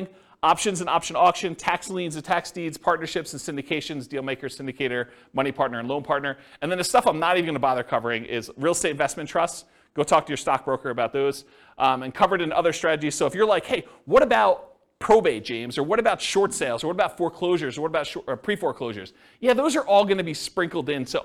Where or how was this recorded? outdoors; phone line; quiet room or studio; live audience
live audience